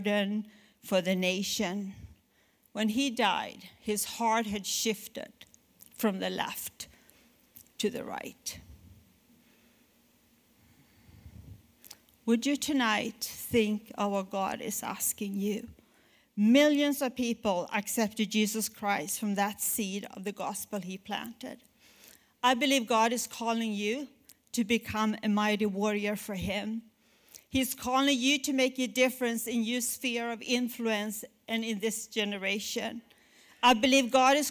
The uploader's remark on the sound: at our January 2020 Resurgence Edmonton Gathering